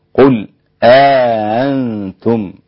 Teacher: قالون عن نافع وأبو عمرو البصري وأبو جعفر بتسهيل الهمزة الثانية مع الإدخال